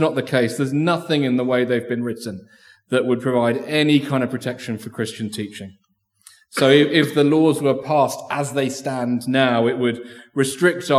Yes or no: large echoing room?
yes